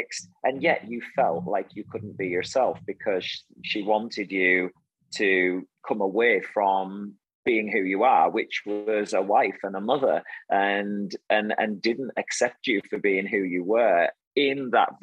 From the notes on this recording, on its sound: remotely so you'll notice a difference in the sound